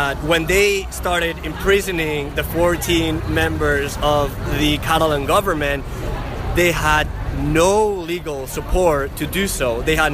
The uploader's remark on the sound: They both live in Barcelona and they debate their contrasting opinions during a protest at the GPO, Dublin.